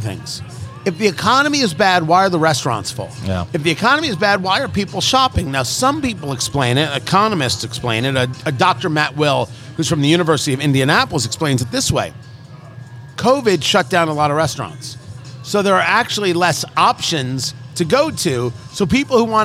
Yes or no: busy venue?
yes